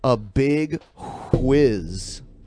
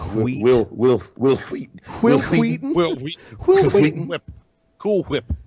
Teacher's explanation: I like that you pronounce the H in whiz.